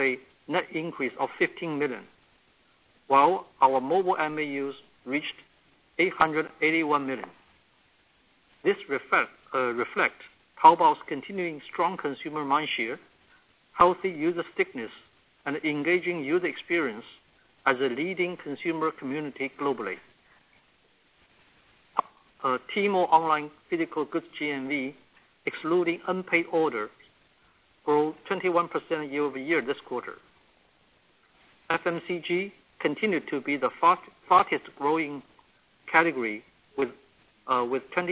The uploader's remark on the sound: Earnings Conference Call